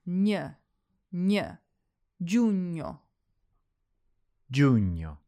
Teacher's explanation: There's a GN in the middle of this one, which sounds like the ny in lasagne. It's kind of like an N followed by a Y.